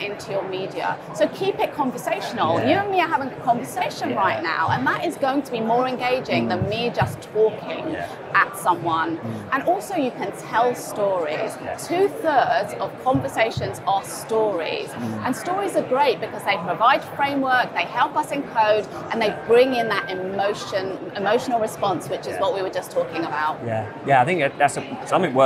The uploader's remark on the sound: In this conversation recorded at Learning Technologies 2023